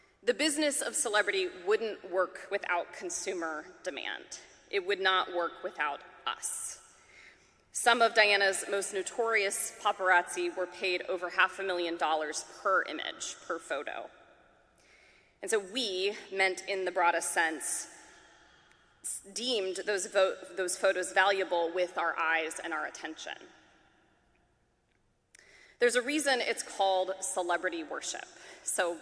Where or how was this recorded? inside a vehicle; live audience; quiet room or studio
live audience